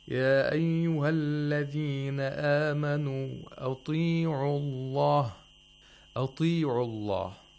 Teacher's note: Ta, whenever it has the kasra or ya'ul med, has to be pronounced with the lowest level of tafkhim.